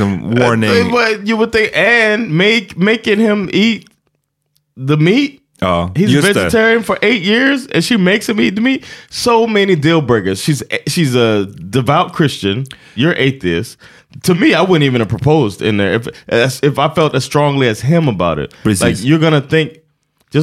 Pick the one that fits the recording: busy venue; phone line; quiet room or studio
quiet room or studio